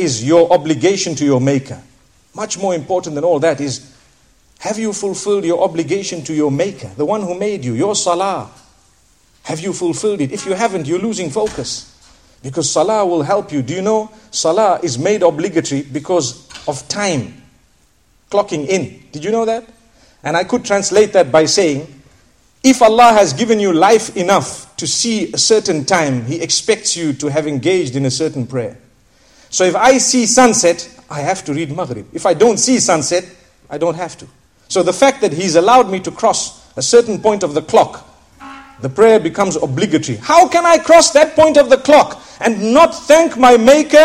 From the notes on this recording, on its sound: School Lecture at Bolton, Lancashire, UK